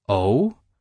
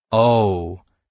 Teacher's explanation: We can all tell the difference between O, when said as a question to show curiosity for more details, the tone goes from low to high · Shown in: first take · and O, disappointingly said to show feeling let down by the information heard, the tone is shorter and lowers briefly.